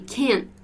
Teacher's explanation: Can't is stressed. And it has a glottal stop at the T. So we say can't.